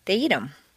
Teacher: Notice that in fluent speech, the th of them is frequently dropped